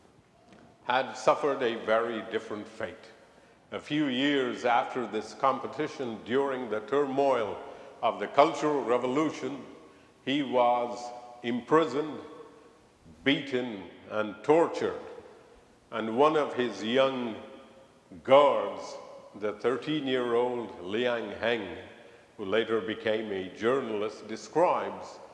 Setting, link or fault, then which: setting, large echoing room